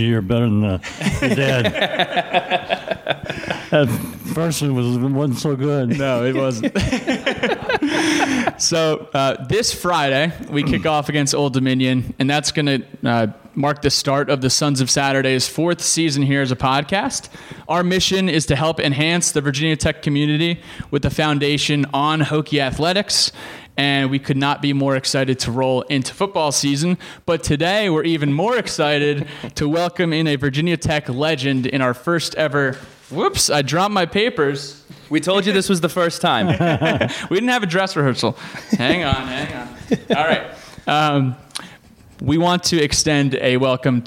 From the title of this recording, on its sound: Live from the University Club at Virginia Tech